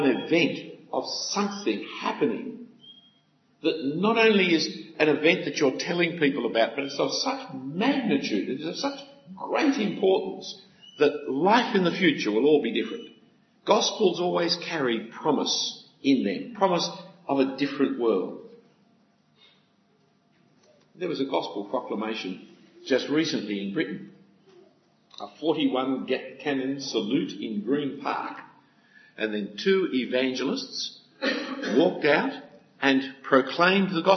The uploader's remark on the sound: A talk given at an FIEC (Federation of Independent Evangelical Churches) Conference for Ministry Workers in 2014.